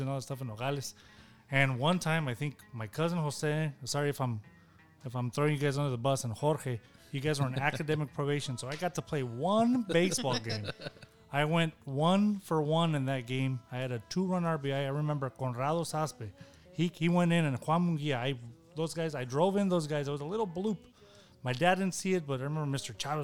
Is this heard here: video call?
no